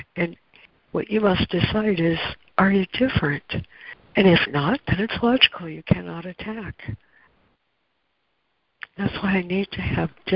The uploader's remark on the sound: ACIM Daily Conference Call